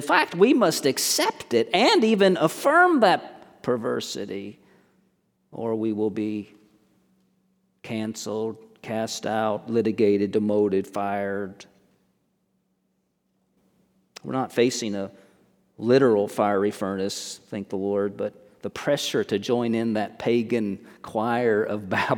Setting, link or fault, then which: setting, large echoing room